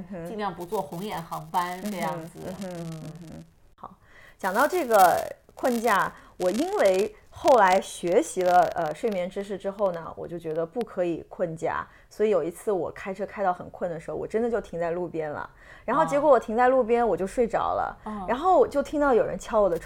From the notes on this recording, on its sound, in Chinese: 很抱歉这期节目虽然录了好几遍，但因为设备问题，有一些杂音。